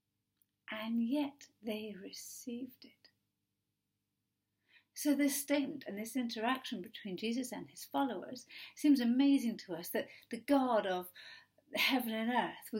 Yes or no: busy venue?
no